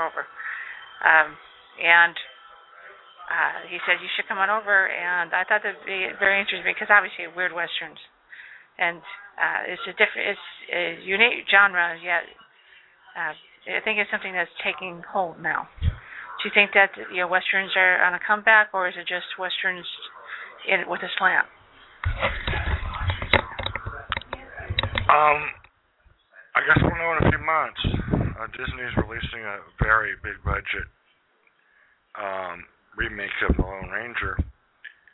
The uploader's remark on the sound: LepreCon 39, the signature Sci-fi/Fantasy Art and Literature Convention. We will be LIVE from LepreCon.